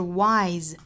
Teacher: wise 这个词本身单词尾部是发 z 浊辅音